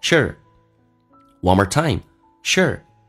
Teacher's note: 口语化当中把那个 u 可以去掉，直接发 sh 加个 r,美式发音需要轻度卷舌